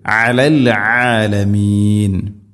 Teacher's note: ഐനിൻ്റെ ഉച്ചാരണം ശ്രദ്ധിക്കുക, തൊണ്ടയുടെ മധ്യഭാഗമാണ് ഐനിൻ്റെ മഖ്റജ്. അലൽ ആലമീൻ എന്ന് ഓതരുത്, അലൽ ആലമീൻ.